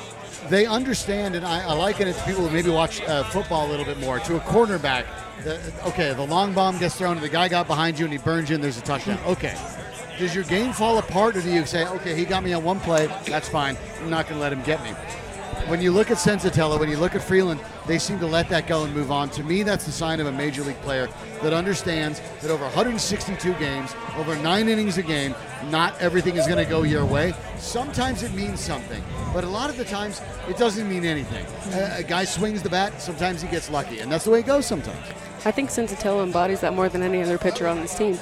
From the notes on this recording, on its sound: live at Tap Fourteen